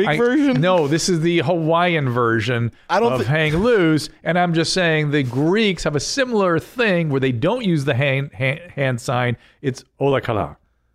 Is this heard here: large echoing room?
no